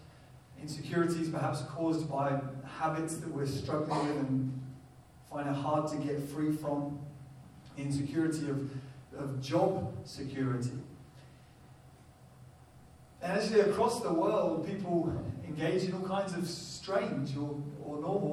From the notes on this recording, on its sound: Poor Audio Quality